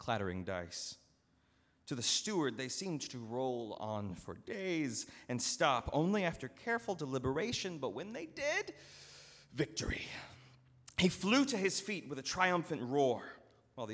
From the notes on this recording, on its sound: at Northminster Church on September 22, 2019